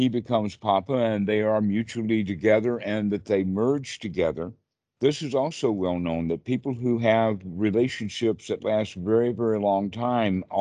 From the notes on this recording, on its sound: skype calls on this channel